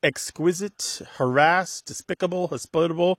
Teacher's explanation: they're all moving that pronunciation, that stress in the pronunciation to the second syllable